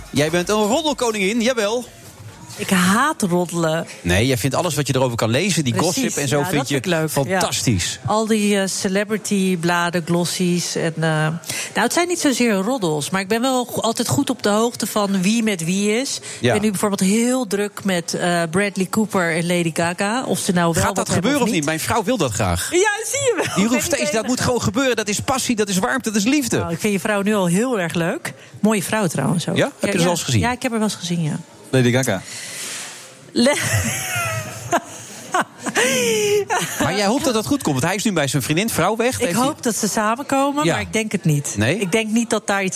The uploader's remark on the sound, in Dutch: Dat en véél meer in The Friday Move vanuit de SkyLounge van het Double Tree by Hilton Hotel in Amsterdam.